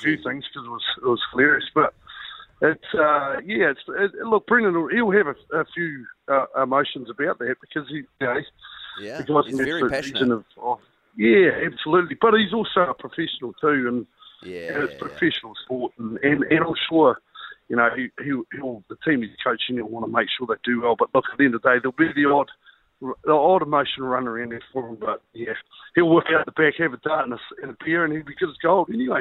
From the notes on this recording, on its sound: We were joined on the phone this morning